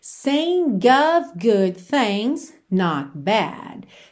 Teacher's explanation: esse OF sempre vai ter esse som of, V mesmo